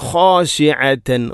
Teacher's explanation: ഖ തൊണ്ടയുടെ ഏറ്റവും മുകൾ ഭാഗമാണ് ഖ എന്നതിൻ്റെ മഖ്റജ്. അതുപോലെ തന്നെ ഐൻ, ഖാശിഅ ഐൻ തൊണ്ടയുടെ മധ്യഭാഗം.